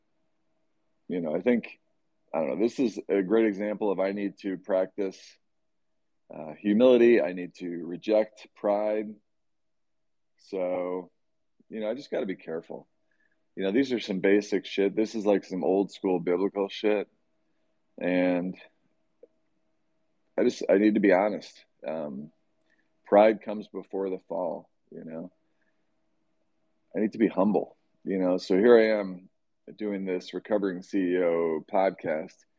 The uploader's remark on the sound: Twitter Space